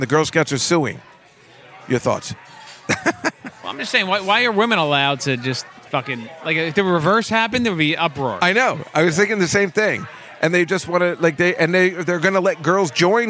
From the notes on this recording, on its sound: LIVE from the legendary Comic's Table at the legendary Comedy Cellar in the West Village in New York City